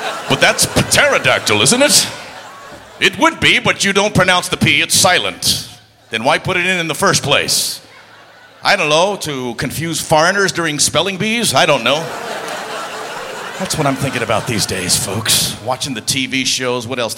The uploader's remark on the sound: Live at the SouthPoint Casino